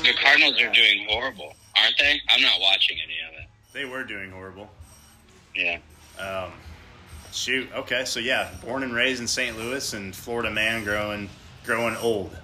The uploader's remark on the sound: We also have a surprise phone tap